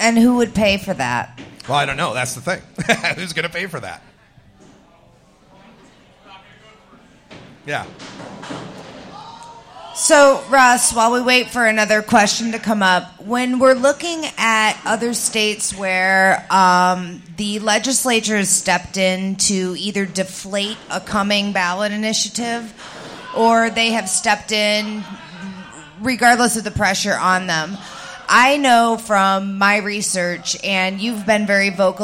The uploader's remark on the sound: Live from Columbus, Ohio, Women Grow event